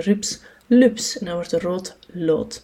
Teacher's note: soms kan een kindje een R ook door een L vervangen en dan heet het lateralisatie.